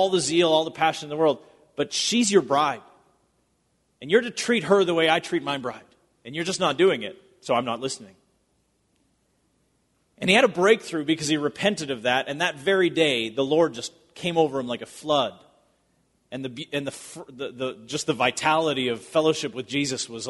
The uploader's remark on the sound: Recorded at Bethany Church in Bloomington, MN.